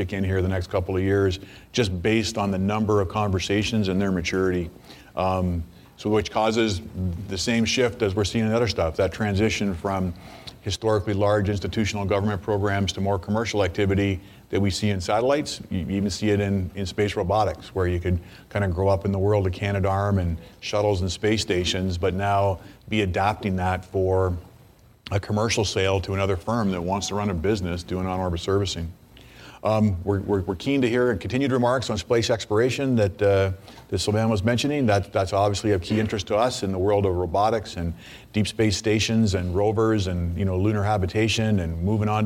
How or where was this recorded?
busy venue